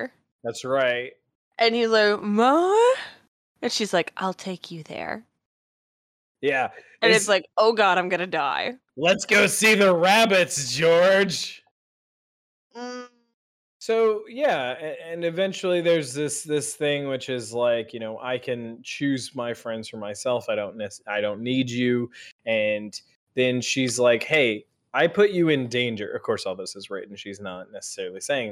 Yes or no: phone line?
no